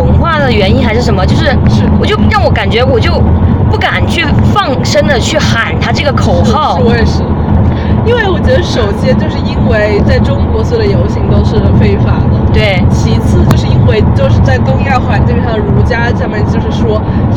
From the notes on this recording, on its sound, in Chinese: 因为在车上录制，所以这一期杂音有点多